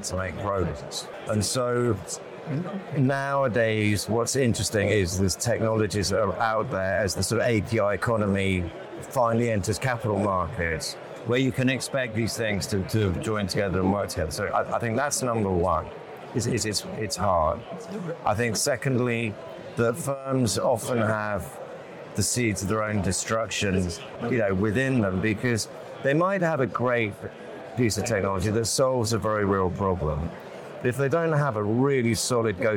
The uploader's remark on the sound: live from the FIX Trading Community EMEA Trading Conference